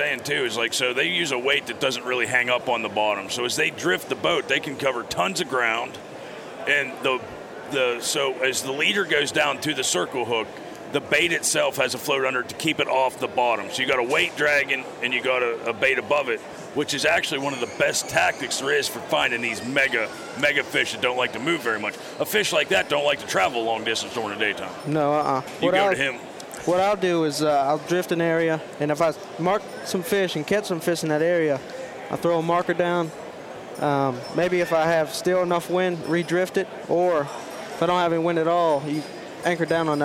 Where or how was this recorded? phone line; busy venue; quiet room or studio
busy venue